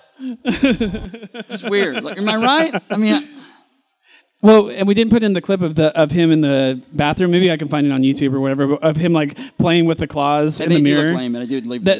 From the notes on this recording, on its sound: LIVE from their panel at Louisville Supercon 2018